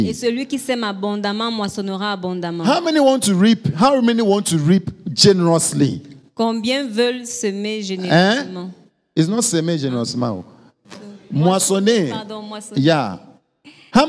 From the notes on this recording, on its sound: Preached during Joyful Hour Sunday Service Rabat